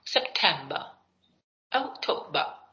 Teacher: Si es británico acaba como una A, September, October.